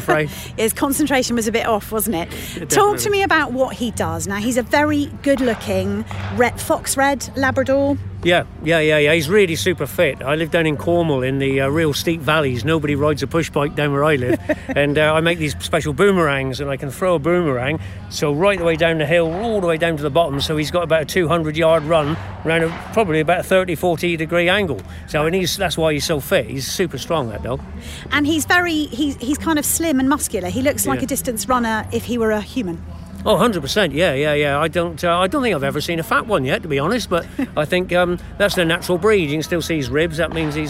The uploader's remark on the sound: Alfie the water-fowl retriever performs at Hampshire Country Sports Day 2023. This lively interview was recorded at the Country Sports Day 2023 at Bereleigh, East Meon.